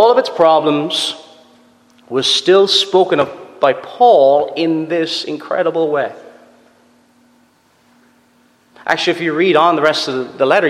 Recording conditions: large echoing room